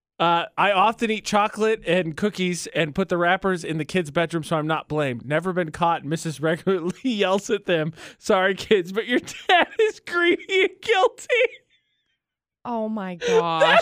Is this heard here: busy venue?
no